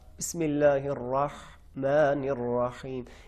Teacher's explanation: इसका भी ताल्लुक वसत हलक से, लेकिन आवाज़ बिल्कुल सही, साफ, बिस्मिल्लाहिर्रहमानिर्रहीम, इसमें कोई थरथराहट लर्जश ये चीज़ नहीं आनी चाहिए। हर्फ हा के तलफ़ में लर्जश नहीं आनी चाहिए, अगर लर्जश आ गई वो नुक्ते वाली खा बन जाएगी